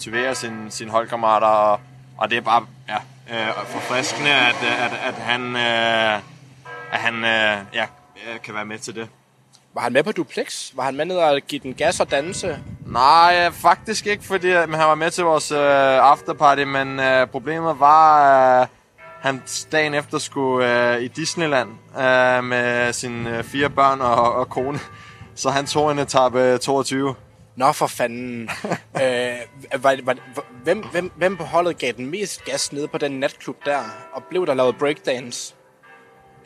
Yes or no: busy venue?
yes